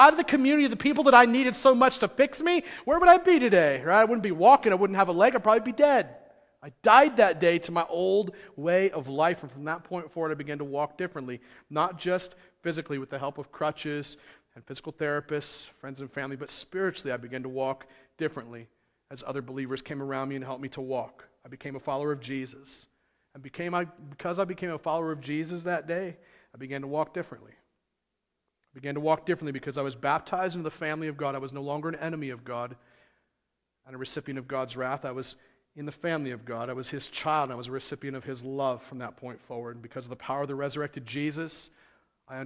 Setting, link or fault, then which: setting, large echoing room